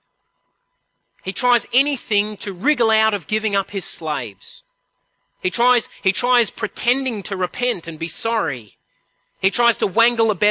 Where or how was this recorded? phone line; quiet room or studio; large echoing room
large echoing room